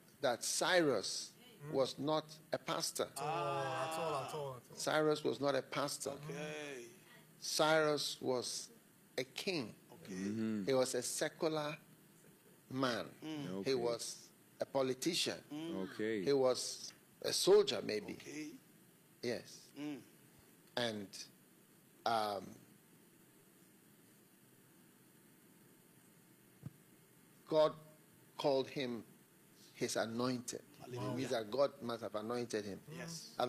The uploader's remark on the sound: Preached at the FLOW Church Service.